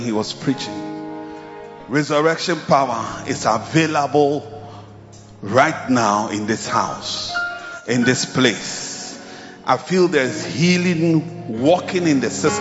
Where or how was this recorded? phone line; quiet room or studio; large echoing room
large echoing room